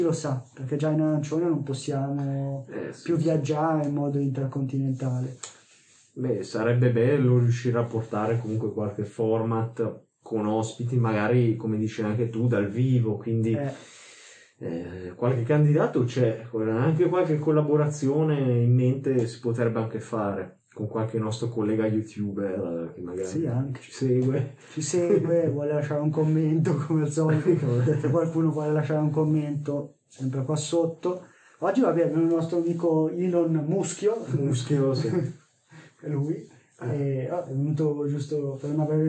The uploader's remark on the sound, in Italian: Migliorare l'audio con niente meno che un bel microfono nuovo!! Ma purtroppo non ha avuto il risultato sperato... Pubblicarlo ugualmente usando l'audio di "riserva".